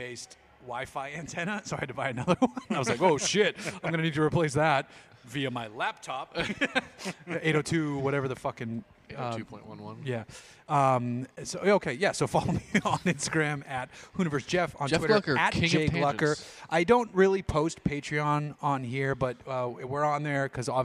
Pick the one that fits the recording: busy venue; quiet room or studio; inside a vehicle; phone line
busy venue